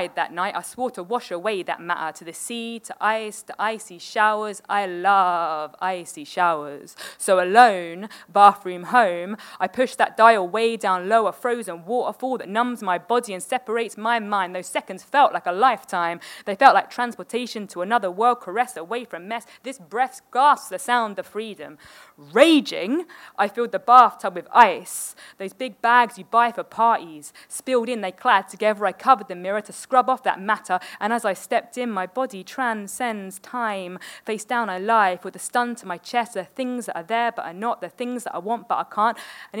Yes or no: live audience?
yes